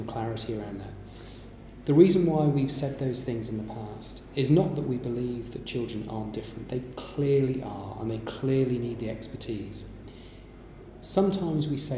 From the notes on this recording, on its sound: at the London Trauma Conference